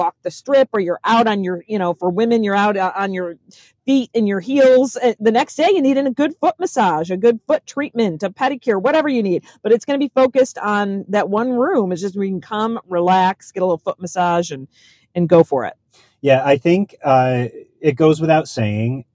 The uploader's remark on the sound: We hopped in our car and recorded this right after our tour, so it was fresh on our mind.